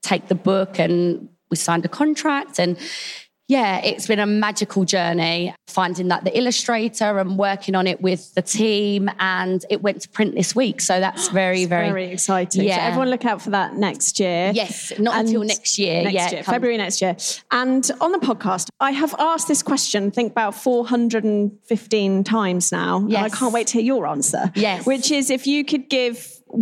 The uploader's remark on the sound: Recorded live at The Baby Show with Lidl GB.